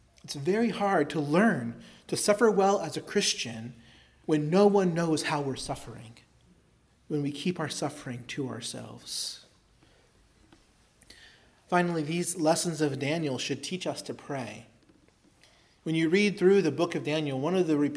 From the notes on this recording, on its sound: preached at Christ Our Savior Baptist Church